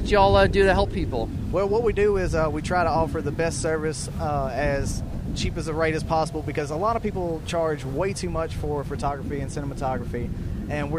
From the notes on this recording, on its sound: LIVE from Caffeine and Octane. Broadcasting LIVE from the Pro Business Channel studios in Atlanta.